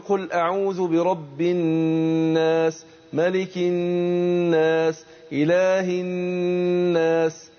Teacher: النون مشددة بتاخد غنة حركتين